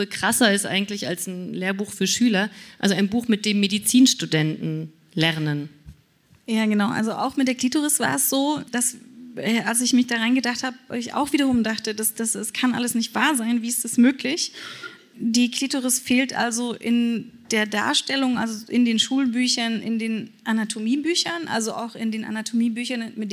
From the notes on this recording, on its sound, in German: Live auf der Re:publica.